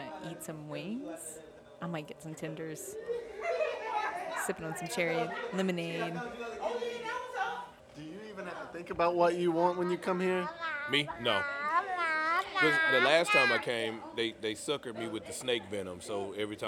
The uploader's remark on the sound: For our November 2016 live storytelling event, "Haunted"